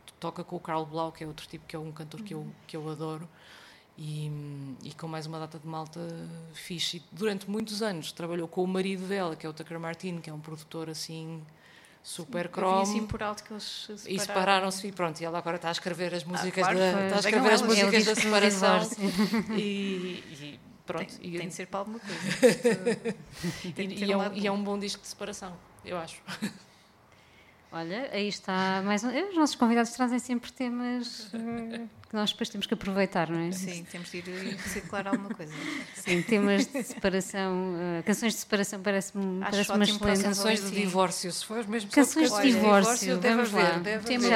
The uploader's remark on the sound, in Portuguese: Chasing Rabbits Record Store. Gravado ao vivo na “nossa” Chasing Rabbits.